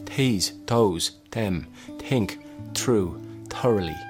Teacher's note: it's more like they're pronouncing the T, but actually having a short aspirated H sound after it